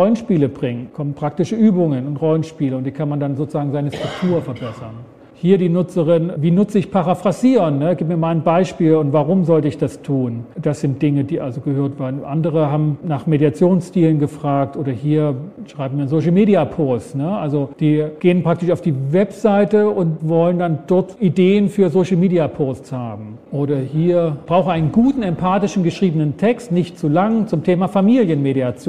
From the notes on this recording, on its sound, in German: Vortrag auf dem gws-forum 2024